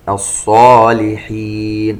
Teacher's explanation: نبيا من الصالحين، التنوين عند الميم إدغام بغنة. الصالحين، ننتبه إلى تفخيم حرف الصاد فهو من أحرف الاستعلاء